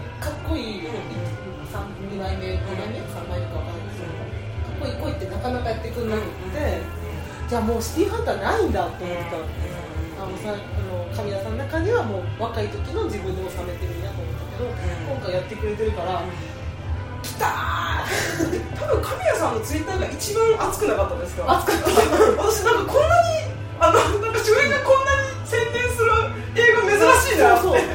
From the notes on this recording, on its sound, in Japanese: カラオケでの録音につきお聞き苦しいところがございますが何卒ご容赦ください